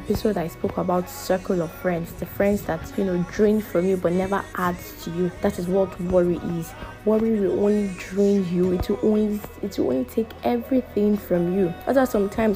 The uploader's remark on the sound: Sorry for the background noise, couldn’t remove it while editing.